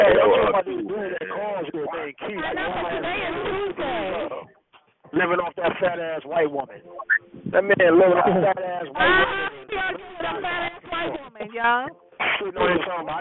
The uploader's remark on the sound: Conference Call